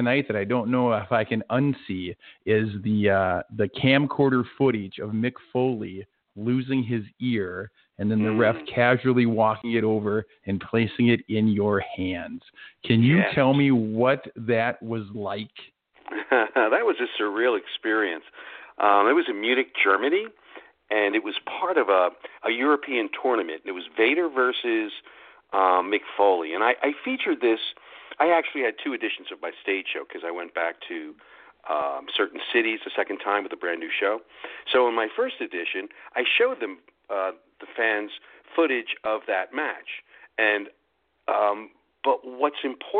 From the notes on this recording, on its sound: we'll be taking your calls live!